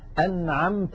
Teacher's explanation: أنعمت، هذه الكلمة فيها مثالان، النون ظاهرة عند العين والميم ظاهرة عند التاء · Term: الإظهار